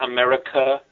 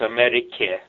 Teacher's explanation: America, obviously that's America, but it's not America, it's Amerike. So don't let your singer be sloppy about the final vowel. It's e, not uh. · Shown in: second take